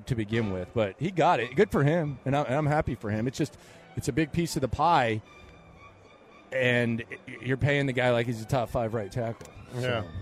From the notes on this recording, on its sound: LIVE in Vegas